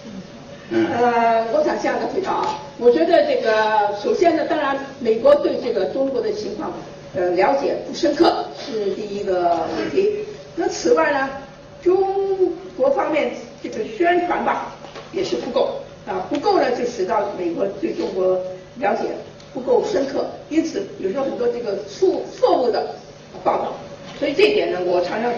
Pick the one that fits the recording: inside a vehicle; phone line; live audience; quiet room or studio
live audience